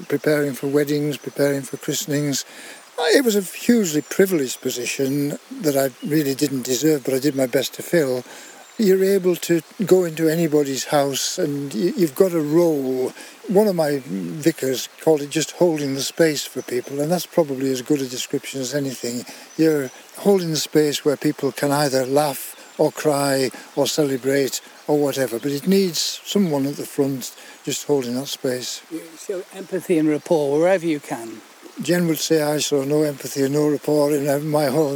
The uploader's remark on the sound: We don the Countrystride shorts for a balmy trip west into sylvan Eskdale. As we set out from the handsome farmhouse at Fisherground. Reflecting as we walk. We reach St Catherine's Church.